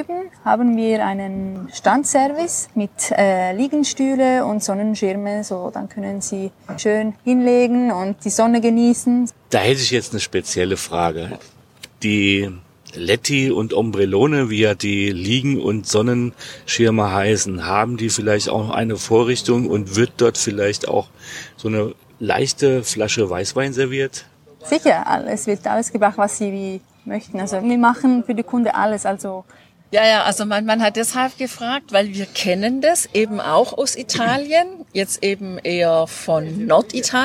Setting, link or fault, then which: setting, busy venue